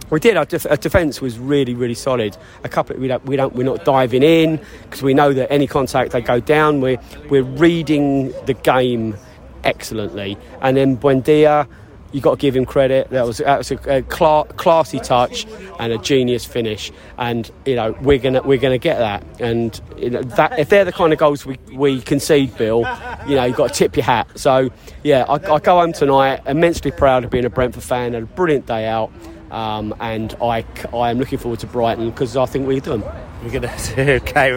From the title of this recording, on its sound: post-match podcast from the stands